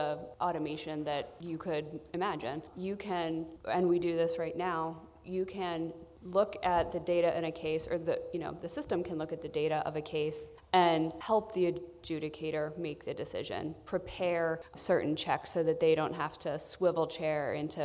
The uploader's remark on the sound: On this episode, we present a Federal News Network-moderated panel of agency chief data officers at ATARC’s GITEC Summit in Annapolis, Maryland.